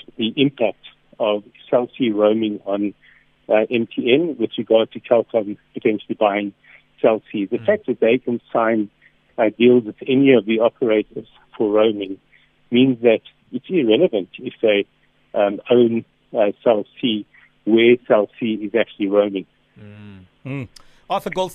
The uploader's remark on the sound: PHONE INTERVIEW